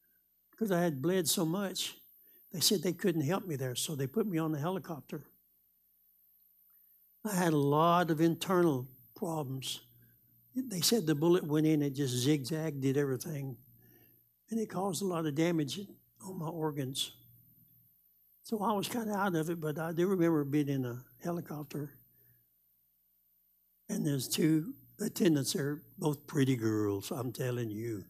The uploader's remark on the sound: Live Wednesday Evening Service